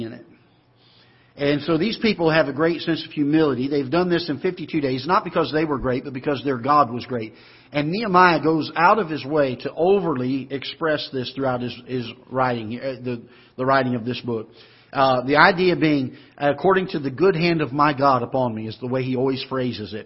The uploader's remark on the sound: Ketha Heights Baptist Church ~ Live Broadcast